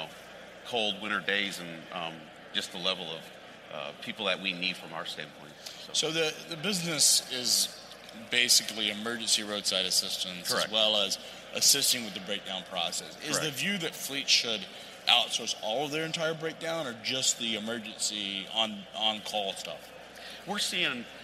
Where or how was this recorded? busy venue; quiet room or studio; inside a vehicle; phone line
busy venue